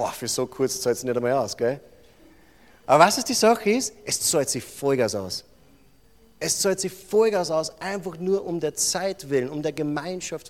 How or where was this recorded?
large echoing room